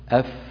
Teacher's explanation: فإذا وضعنا هاتين الإصبعين على الحنجرة وقلنا أف فلا نجد تحت إصبعين ارتجاف، لو وجدنا ارتجاف لكانت الفاء مجهورة، لكنها لا يوجد فيها ارتجاف، أف، وهي حرف ضعيف كما ترون. · Term: حرف مهموس